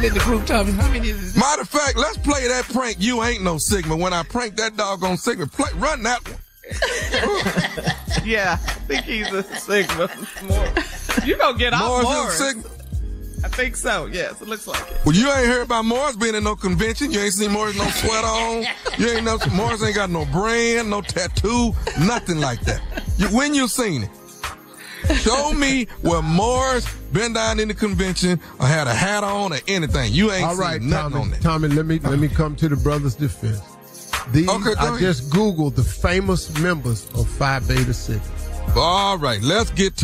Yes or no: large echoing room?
no